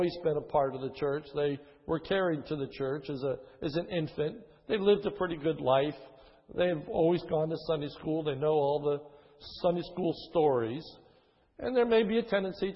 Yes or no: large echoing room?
yes